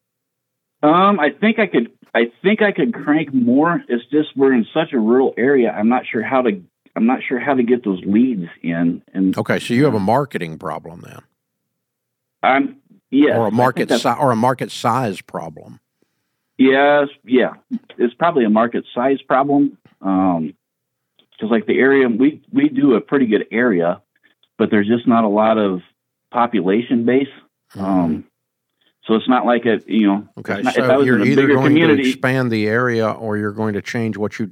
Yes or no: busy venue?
no